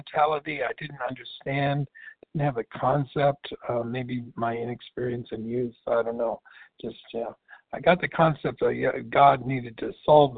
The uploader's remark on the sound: qualification from the 100 Pounders Phone Meeting